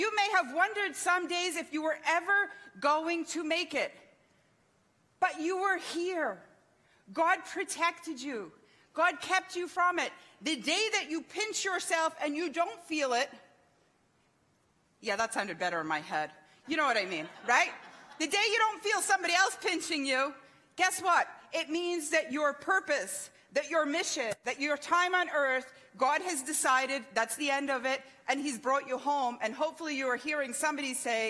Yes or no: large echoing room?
yes